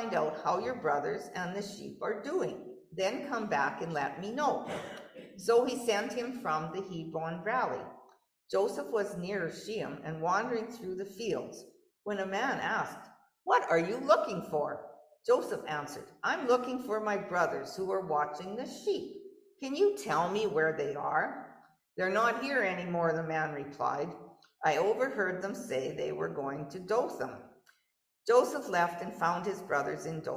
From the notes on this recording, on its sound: Gave this sermon in person and via Zoom. In Knox United Church, Lanigan.